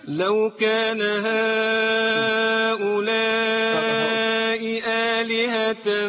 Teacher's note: الهمزه حرف مستفل مرقق وبيخرج من اقصى الحلق